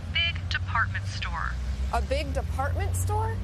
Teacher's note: raising her voice at the end of a sentence to make sure she understood about the department store